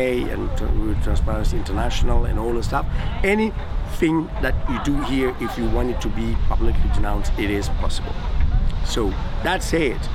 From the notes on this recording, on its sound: recorded at the AfricArena West African Summit in June 2021, held at The Raddison Sea Plaza hotel in Dakar.